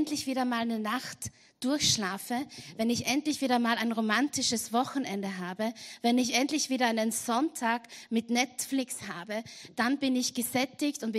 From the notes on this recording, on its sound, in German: Gottesdienst live aus der LIFE Church Wien.